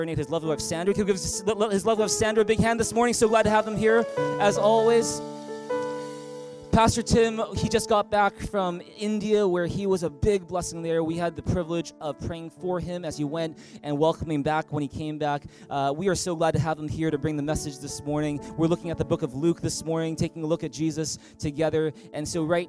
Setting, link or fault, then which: setting, large echoing room